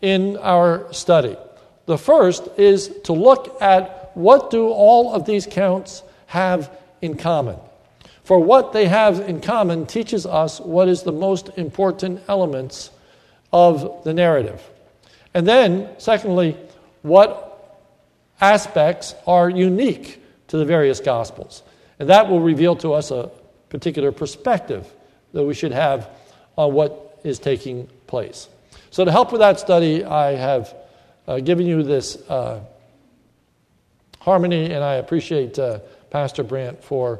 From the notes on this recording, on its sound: This sermon was recorded at the Lebanon Bible Fellowship Church in Lebanon, PA during the morning service